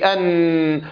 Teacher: أبي النون والميم بسبب الغنة، النون نصفها في طرف اللسان أن، والشق الآخر من الصوت في الإيه؟ في الخيشوم أو في التجويف الأنف أن، فلها نصفان.